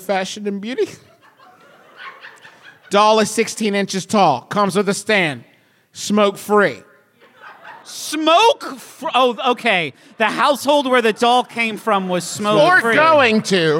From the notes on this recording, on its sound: It’s the one and only MBMBaM live show of 2021, from the beautiful Grand Sheraton in Seattle for Emerald City Comic Con